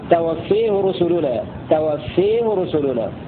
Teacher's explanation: قرأ حمزة بألف التذكير المقصورة ويميلها إمالة كبرى